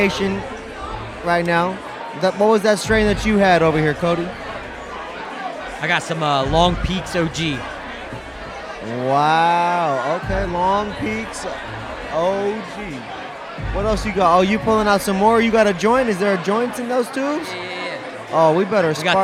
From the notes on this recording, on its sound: Live In NYC At The Media Mixtape Vol 1 MJ Unpacked After Party. Live in New York City during MJ Unpacked at the Media Mixtape Vol.